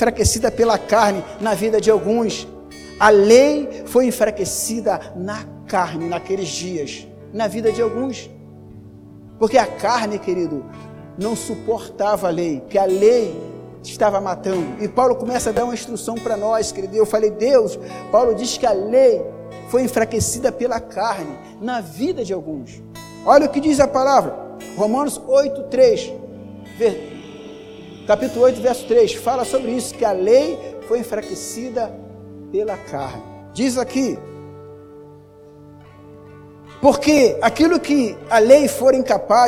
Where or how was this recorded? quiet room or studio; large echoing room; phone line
large echoing room